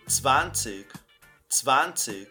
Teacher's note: a pronúncia do A é um pouco mais aberta.